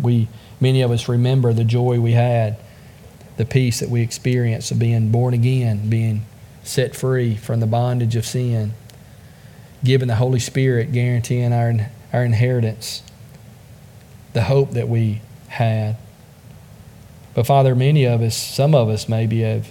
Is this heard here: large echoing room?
yes